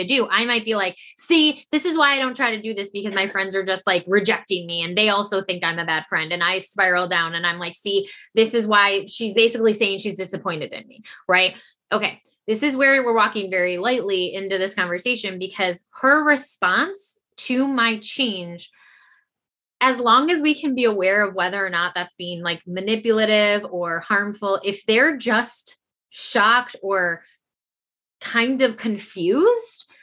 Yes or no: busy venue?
no